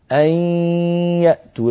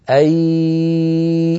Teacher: أن ينطق الإنسان صوتين معا، ياء من الفم وغنة من الخيشوم في الوقت ذاته · Shown in: first take · Term: إدغام بغنة